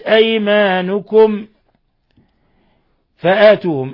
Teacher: ميم ساكنة جاء بعدها الفاء إظهار شفوي، بل هو من أشد حالات الإظهار الشفوي.